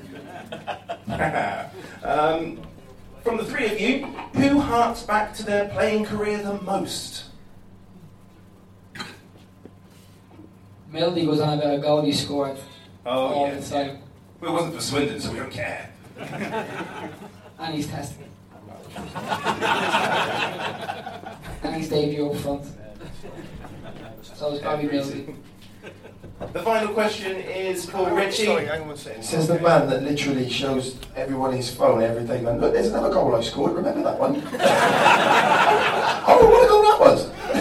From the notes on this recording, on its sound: Here's a taste from the *first ever* Loathed Strangers Live event organised by the STFC Official Supporters Club!